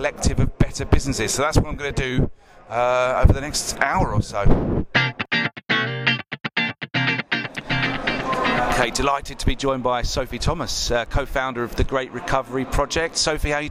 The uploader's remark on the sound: Out of the studio and on location this week for Resource Event at Excel, London.